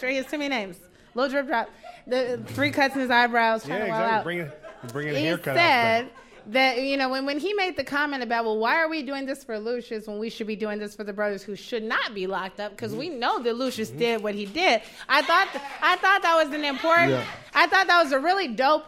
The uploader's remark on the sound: Watching the show at our live viewing party in The Greene Space. A scene from the live taping of Empire Afterparty from WNYC.